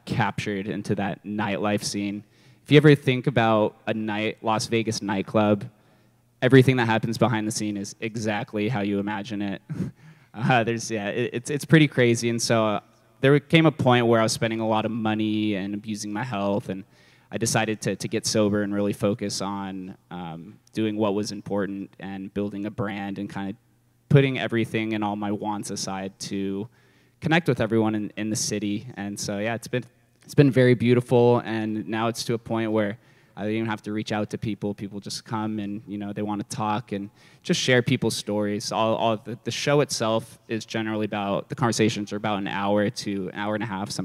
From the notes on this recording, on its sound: a LIVE interview done at May’s Love Your Self Expression event